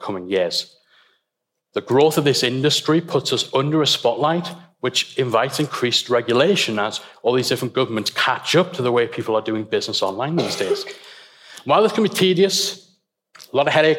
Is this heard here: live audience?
yes